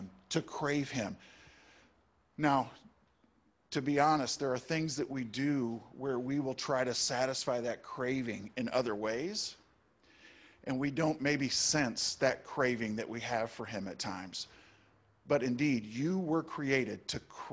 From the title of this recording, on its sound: Easter Service! Live and Zoom (Audio)